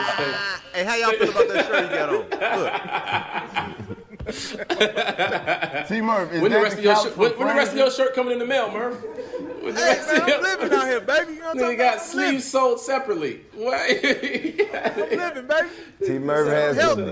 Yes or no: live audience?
yes